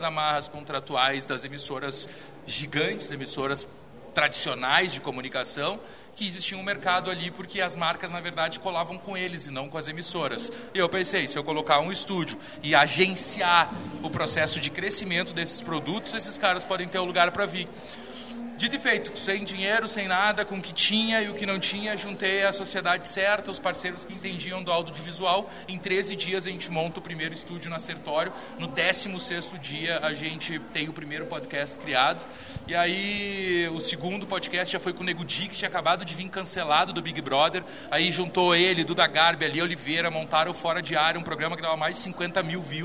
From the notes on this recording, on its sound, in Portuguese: Episódio especial direto do Festival Mundial de Publicidade de Gramado